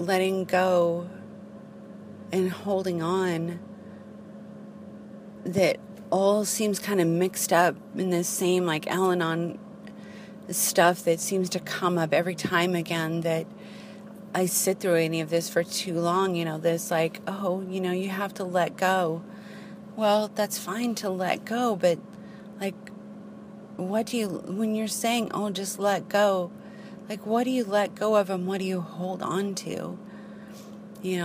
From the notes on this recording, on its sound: I drive around and record while visit Penryn.